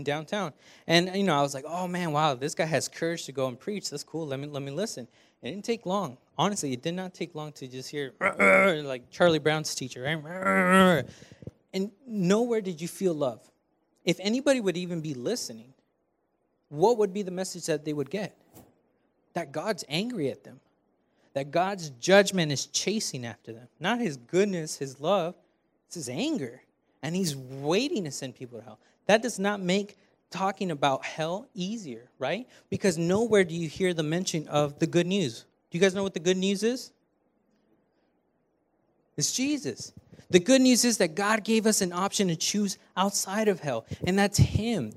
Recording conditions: large echoing room